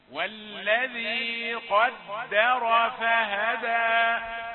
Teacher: لابد أن تضع في اعتبارك أن الدال حرف رقيق والراء حرف مفخم، فلا تسوي بينهما تفخيما ولا ترقيقا.